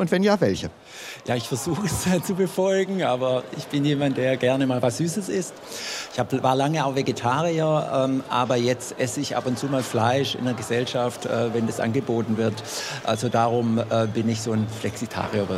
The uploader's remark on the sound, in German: LIVE von der GRÜNEN WOCHE